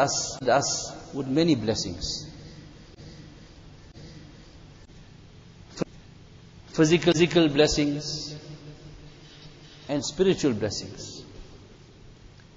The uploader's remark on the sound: Jumuah Lecture at Masjid E Noor